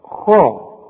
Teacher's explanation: طلع شفايفك لقدام حينما تنطق الخاء خاء ورجع شفايفك لورا على هيئة ابتسامة علشان تطلع اللام مرققة · Term: الخاء المفخمة